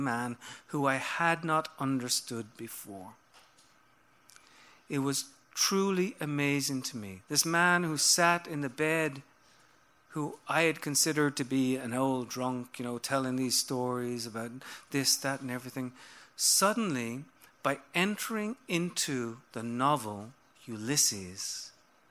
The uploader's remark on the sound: Previously recorded storytelling performances from our live Seriously Entertaining shows at Joe's Pub at The Public Theater in New York City as well as new audio segments from our outreach programs, including our bookmobile outings and work with high school students.